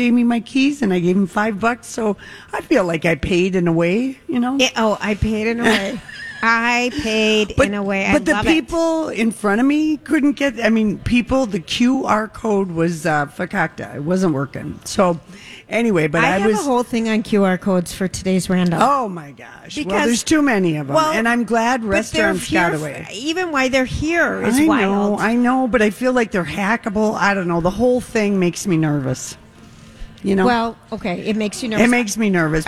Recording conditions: busy venue